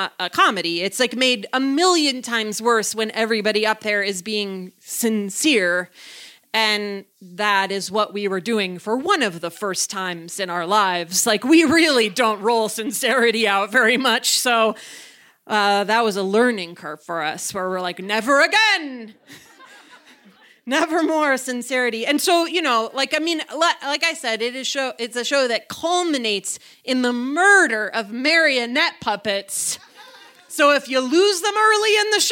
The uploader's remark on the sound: in front of a live audience at Buntport Theater in October 2018